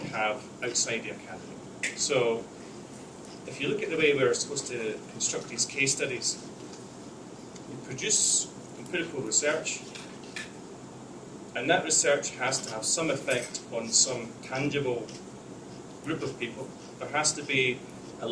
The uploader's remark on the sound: lecture and Q&A at the School of Public Affairs, University of Colorado Denver